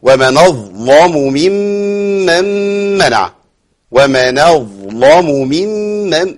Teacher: ورش يغلظ اللام هذه لهجه من لهجات العرب وانفرد بها ورش · Term: تغليظ اللام